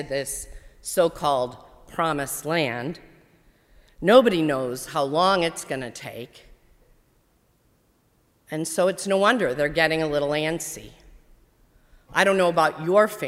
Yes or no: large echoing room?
yes